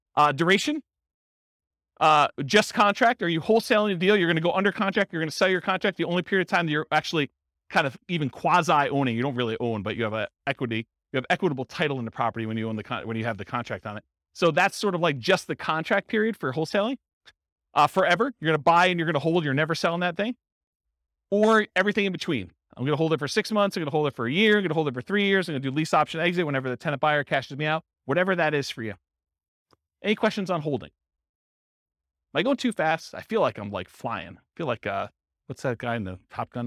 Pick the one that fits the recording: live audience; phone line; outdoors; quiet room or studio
live audience